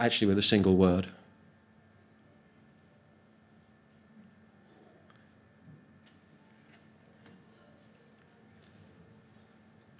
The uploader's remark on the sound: Audio from a sermon in Hatch End